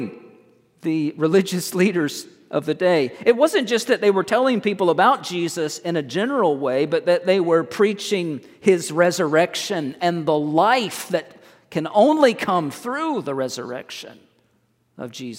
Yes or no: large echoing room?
yes